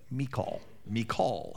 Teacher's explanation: Michal, actually, the emphasis on the second syllable.